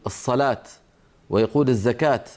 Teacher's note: بعض العرب هنا في الجزيرة العربية كأهل منطقة الرياض وما حولها يعاملون هذه هاء التأنيث تاء، فنجد أحدهم يقول الصلاة ويقول الزكاة، ولا يقول الصلاة بالهاء ولا يقول الزكاة بالهاء، بل يقولون هاتين الكلمتين بالتاء وصلا ووقفا.